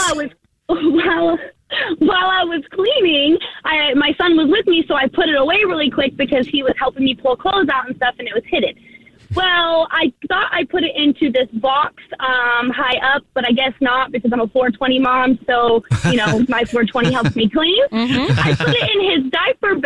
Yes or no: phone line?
yes